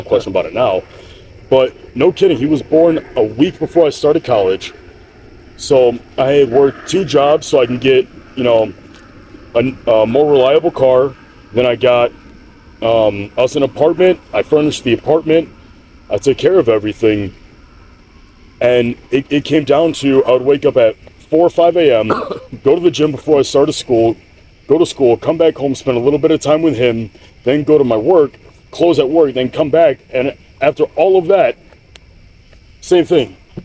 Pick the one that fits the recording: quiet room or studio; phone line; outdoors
outdoors